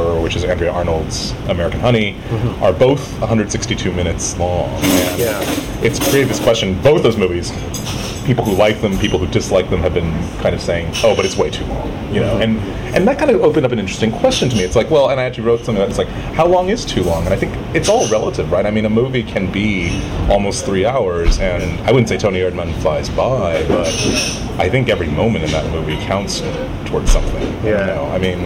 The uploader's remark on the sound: Live from Cannes 2016